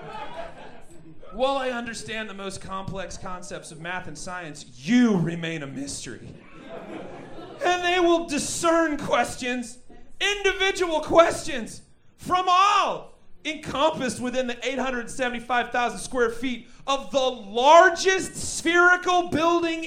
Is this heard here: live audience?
yes